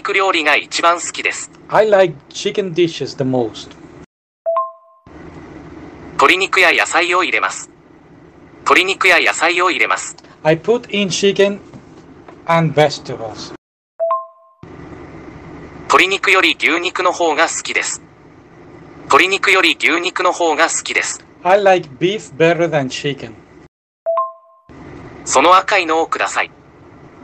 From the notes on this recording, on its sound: audio is bad